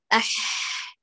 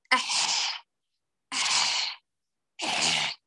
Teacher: ائتي ببحة في الحاء · Shown in: first take